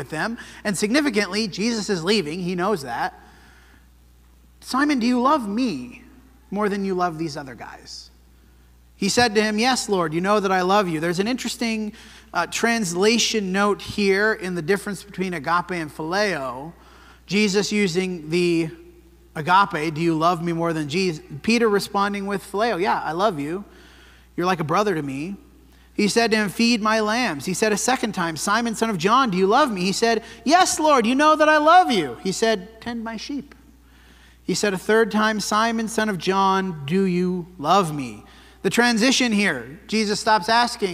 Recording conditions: large echoing room